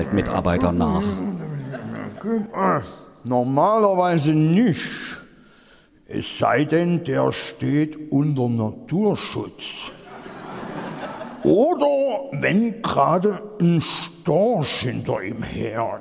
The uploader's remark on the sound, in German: SPECIAL: Fränky, der Froschkönig LIVE. Das ist der nächste Mitschnitt der großen Sinnlos Märchen Live-Tour. Aus dem Zentralgasthof in Weinböhla gibt es dieses Mal Sachsens lustigsten Podcast mit: "Fränky, der Froschkönig".